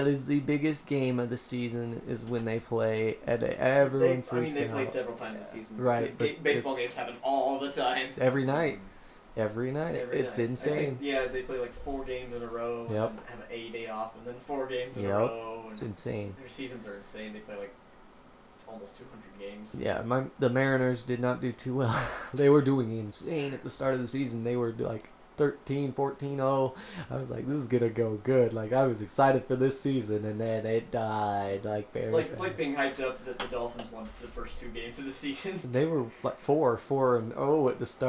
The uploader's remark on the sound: i apologize for the bad audio